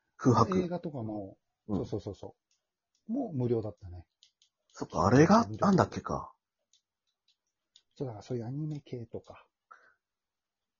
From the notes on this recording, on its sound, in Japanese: リモート